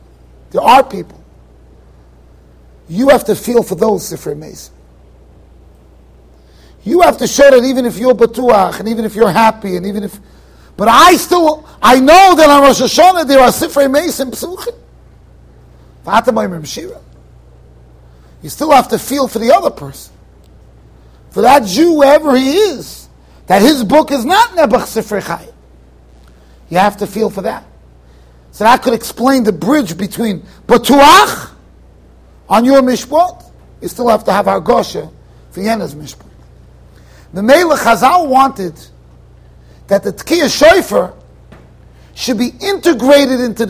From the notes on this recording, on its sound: Shiur recorded in Yeshivas Ohr Reuven, Monsey NY